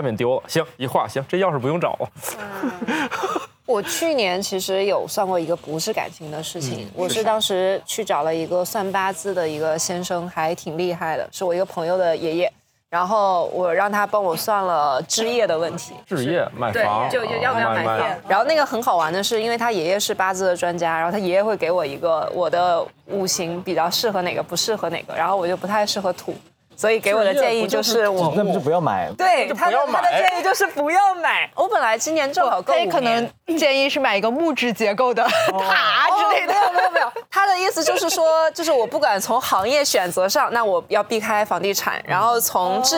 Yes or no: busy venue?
yes